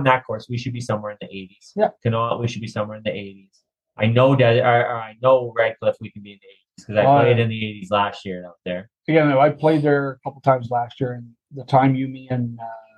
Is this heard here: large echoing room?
no